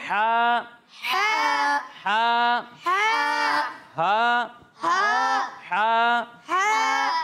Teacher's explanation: और जब हम हा की अदायगी करेंगे तो इसे हलक के दरमियाने हिस्से से पढ़ेंगे